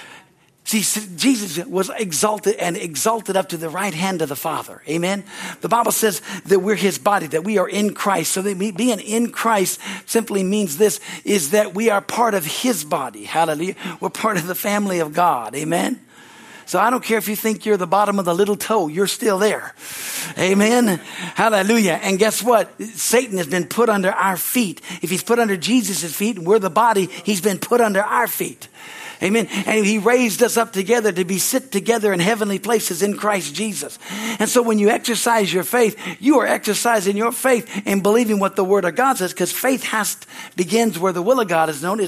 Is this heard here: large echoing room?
yes